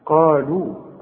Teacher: من بعدي قالوا، قالوا القاف دي اعلى درجات التفخيم اللي بعدها الف، قالوا ورقق قوي اللام اللي بعدها قالوا